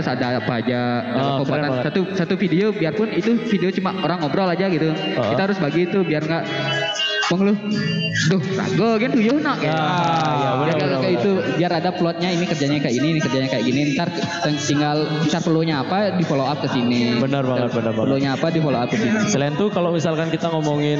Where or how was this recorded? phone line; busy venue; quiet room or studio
busy venue